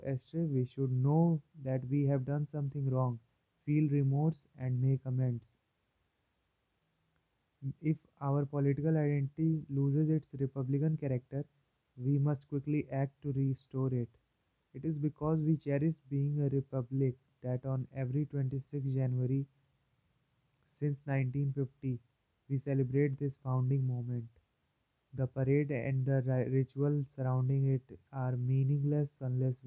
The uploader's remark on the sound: Volume is very low as I recorded from earphone's mic, phone's mic is better.